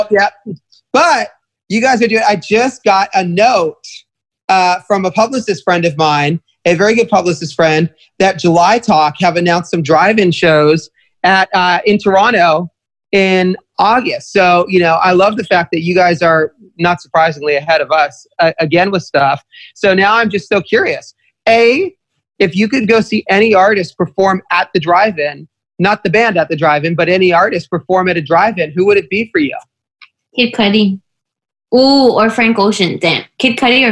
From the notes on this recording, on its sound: While at home in Toronto. Jumped on a Zoom call.